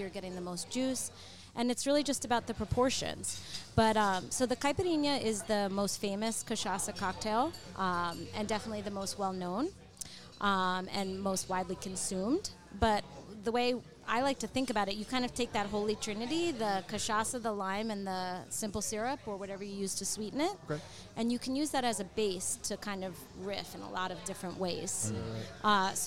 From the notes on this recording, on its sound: We're back recording at one of our favorite spots, Ibizia Kitchen in Chappaqua, NY. We're back recording at one of our favorite spots, Ibizia Kitchen in Chappaqua, NY.